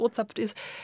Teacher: es geht hier eher um die Betonung, dass man wirklich dieses O betont. Dass das als die betonte Silbe ist.